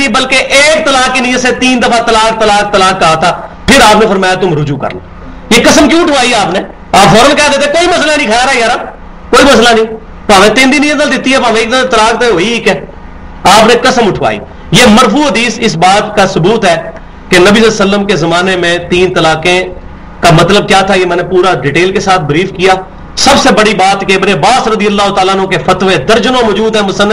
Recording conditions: large echoing room